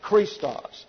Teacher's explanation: The O here gets a short A sound. Omicron is an A sound, but an omega is the long O, and it gets an O sound.